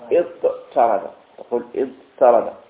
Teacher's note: تاء افتعل إذا كانت بعد حرف فاءه حرف إطباق صاد أو ضاء أو طاء أو ضادا فإن هذه التاء تقلب طاء